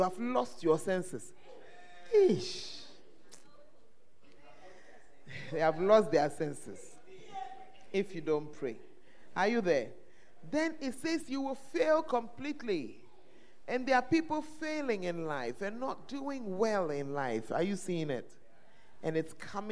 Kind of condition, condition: setting, live audience